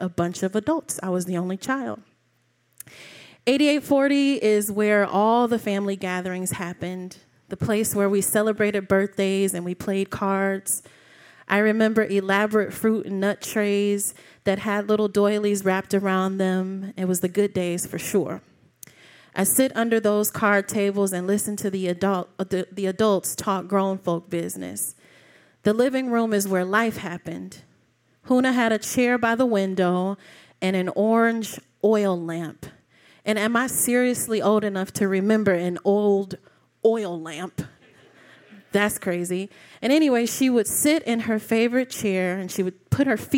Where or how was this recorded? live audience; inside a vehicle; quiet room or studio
live audience